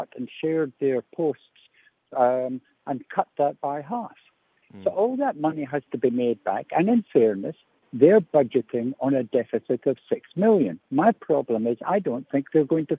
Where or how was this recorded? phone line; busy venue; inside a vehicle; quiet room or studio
phone line